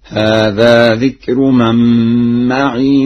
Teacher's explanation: قرأها ورش بإسكان الياء